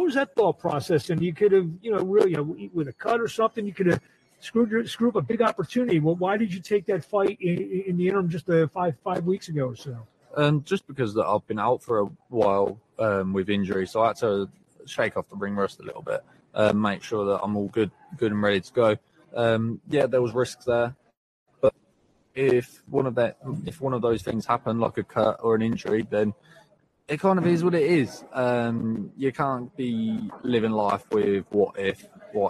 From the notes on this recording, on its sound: LIVE FROM CAENLO.